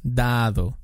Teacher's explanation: primero es un poquito más fuerte, ¿no? Es como da, y ya el segundo ya es como do